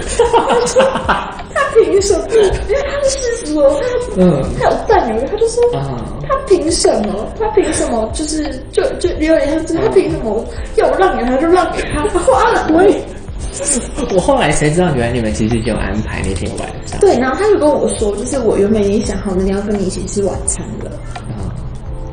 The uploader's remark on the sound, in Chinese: 臨時的錄音所以來不及備上器材。